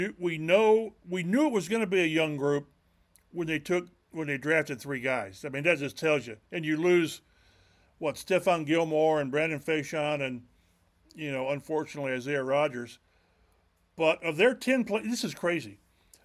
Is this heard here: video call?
no